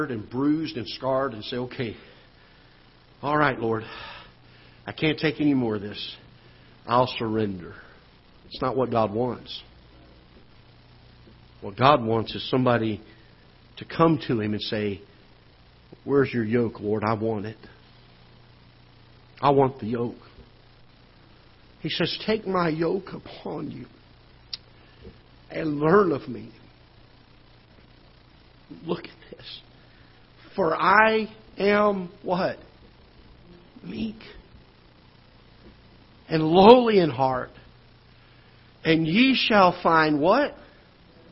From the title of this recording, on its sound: Ketha Heights Baptist Church ~ Live Broadcast